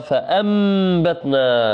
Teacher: نون ساكنة أقلبت إلى ميم